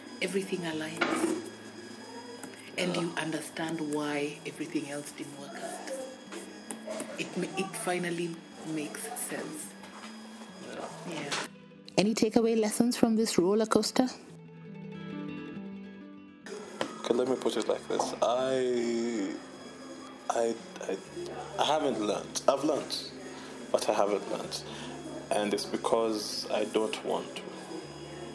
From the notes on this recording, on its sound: A colleague tells me about his quest for love...and other stories over lunch. The audio quality isn't as great seeing that I just removed my phone and pressed record before the story could escape me.